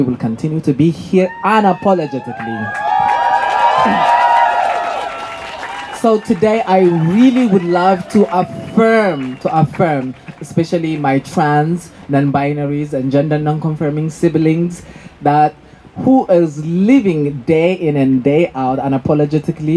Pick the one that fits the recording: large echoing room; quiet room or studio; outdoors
outdoors